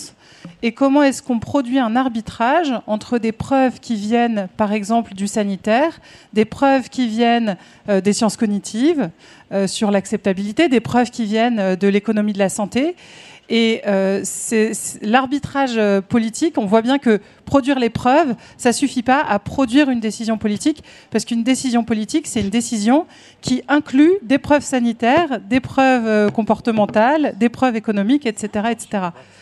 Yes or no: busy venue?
yes